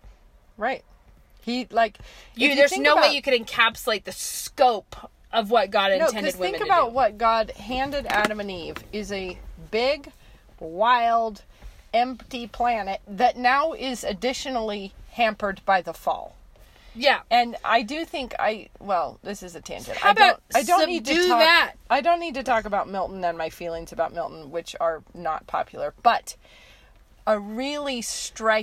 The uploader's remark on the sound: we are back in the car